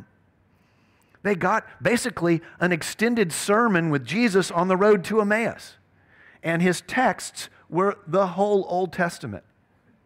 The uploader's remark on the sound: at Covenant Hope Church in Dubai, UAE, on June 5th, 2022.